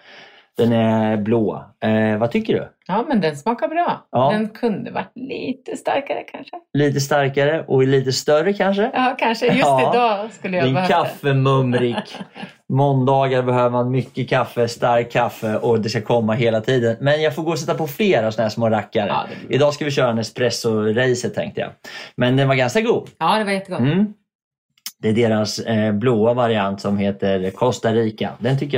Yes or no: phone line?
no